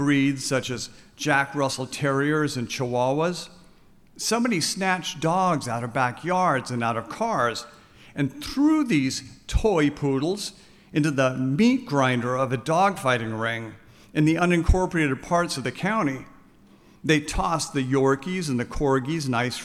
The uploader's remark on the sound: This conversation was recorded live on September 12th, 2023.